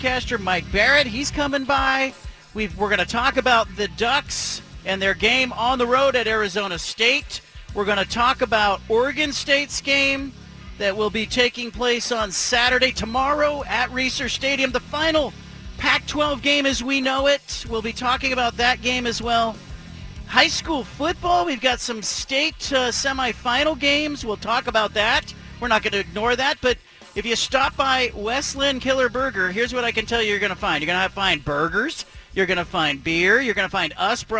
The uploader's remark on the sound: broadcasts live from Killer Burger in West Linn